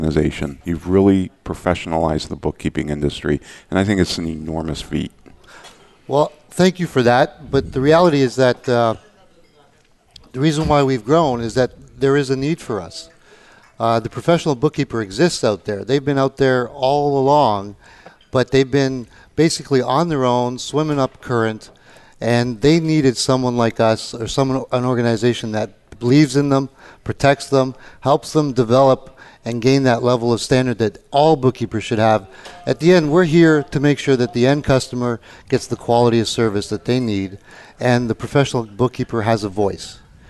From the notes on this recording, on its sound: Live Broadcast at the The IPBC IGNITE Conference.